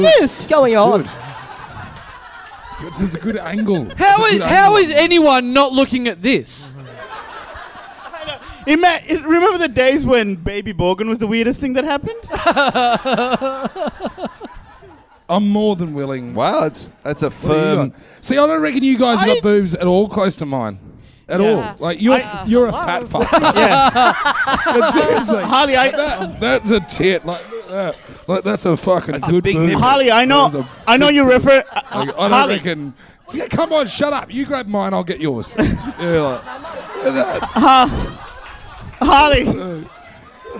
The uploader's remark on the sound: Recorded LIVE at the European Bier Cafe on September 5, 2015.